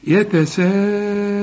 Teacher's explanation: مد واجب لازم تمد عند الوصل وعند الوقف